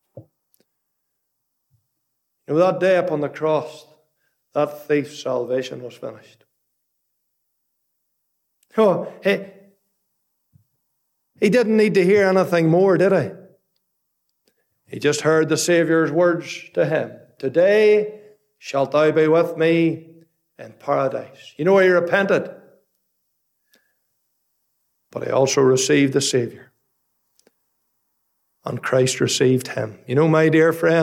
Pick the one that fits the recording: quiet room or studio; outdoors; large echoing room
large echoing room